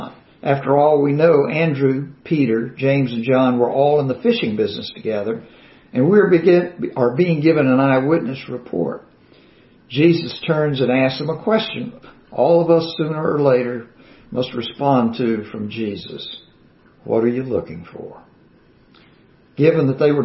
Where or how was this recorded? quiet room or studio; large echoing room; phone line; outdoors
large echoing room